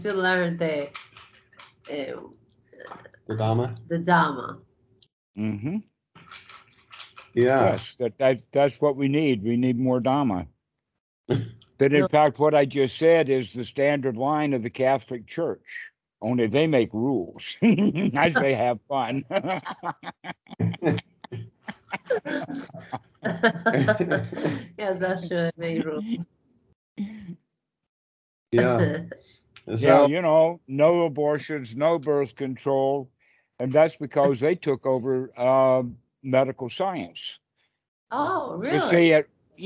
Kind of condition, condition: link, video call